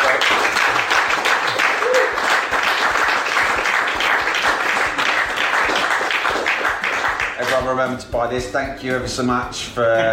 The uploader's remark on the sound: This episode was recorded in front of a live audience at Olympic Studios in Barnes.